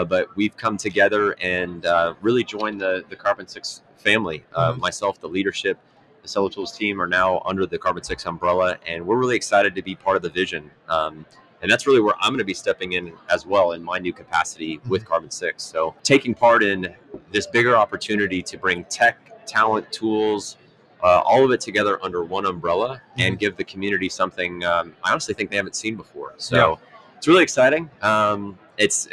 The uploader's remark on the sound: Live at Prosper 2022.